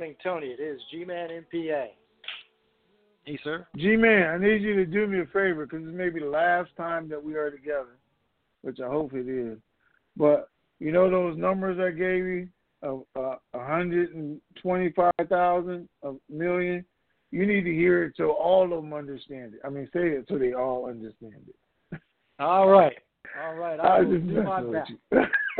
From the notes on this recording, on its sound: TNTSuperfantastic Conference Call